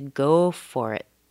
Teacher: And then you just have to go for it. Go is very strong.